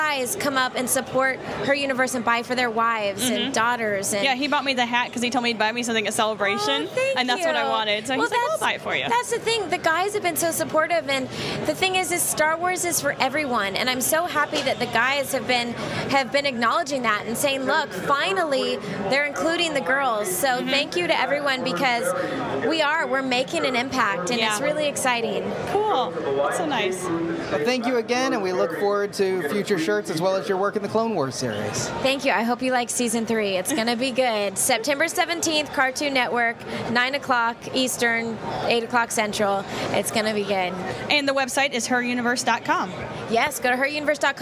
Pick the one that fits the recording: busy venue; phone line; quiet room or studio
busy venue